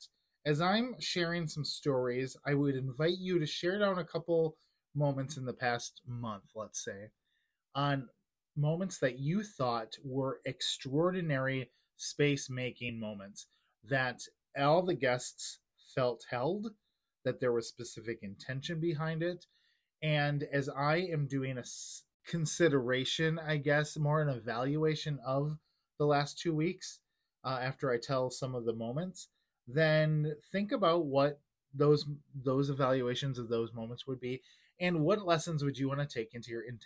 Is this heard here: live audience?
no